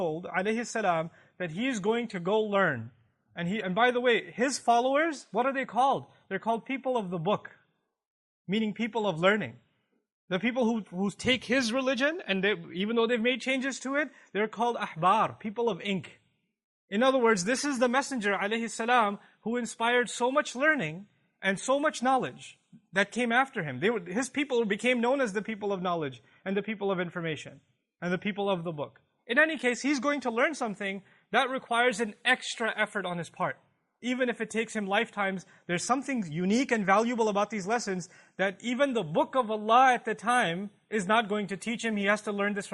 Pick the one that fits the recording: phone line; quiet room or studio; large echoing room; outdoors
large echoing room